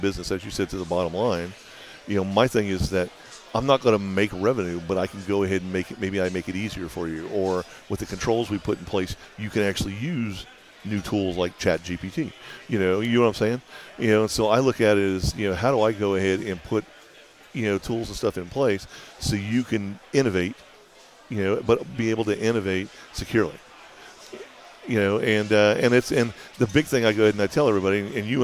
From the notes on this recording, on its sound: conducted live at RSA 2023